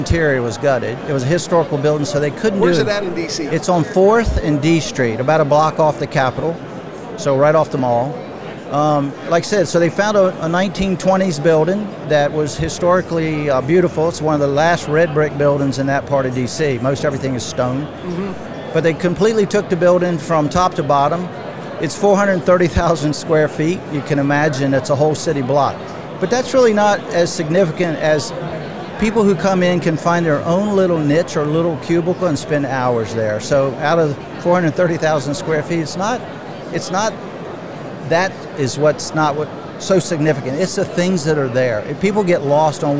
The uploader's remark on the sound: LIVE from NRB 2022!